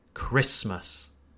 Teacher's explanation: Again, we place emphasis on the first syllable. So it's Christmas, not Christmas.